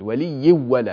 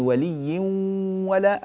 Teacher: ولي ولا، هذا الإدغام الكامل، ولي ولا من غير غنة، لكن ولي ولا الغنة ليست من صفات الواو، إنما هي من صفات النون التي أدغمت، فلذلك الإدغام هنا إدغام ناقص · Shown in: second take